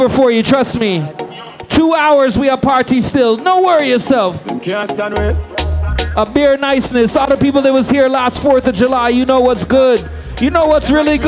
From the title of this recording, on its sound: LIVE IN SEATTLE